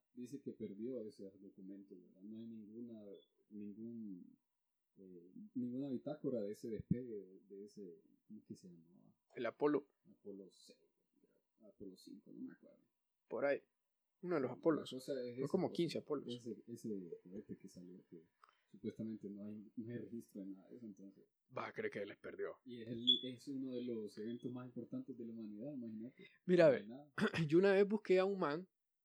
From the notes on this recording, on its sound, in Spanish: pido una disculpa por la mala calidad del audio, tuvimos problemas técnicos que no pudimos resolver